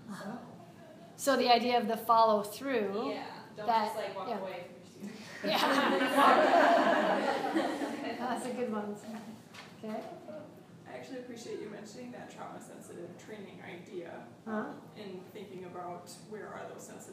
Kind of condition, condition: setting, live audience